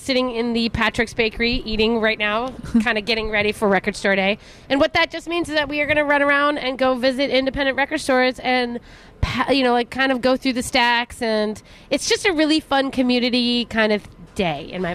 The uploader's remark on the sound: broadcast live at Bachman's